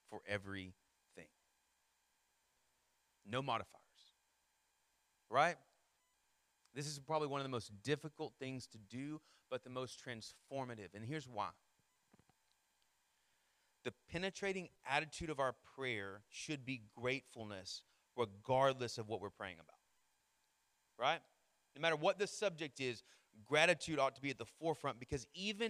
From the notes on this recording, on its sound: Sermon Audio from our Worship service.